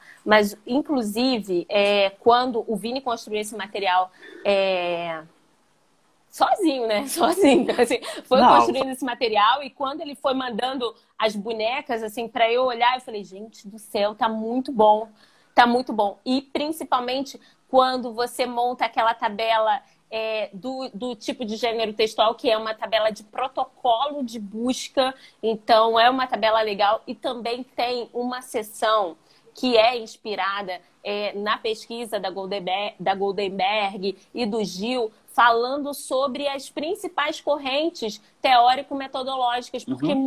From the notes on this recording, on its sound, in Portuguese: Esse episódio é referente a live do Instagram, realizada em 26/8/2020